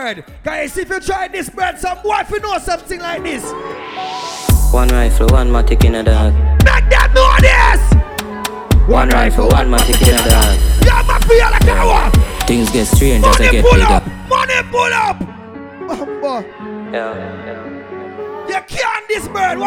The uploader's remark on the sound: Surprise birthday party